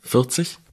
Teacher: Das R, das dann in der Mitte ist, das darf nur ganz kurz klingen. 40. Also es darf also man quasi nicht, es muss da sein, aber es darf kein 40 sein.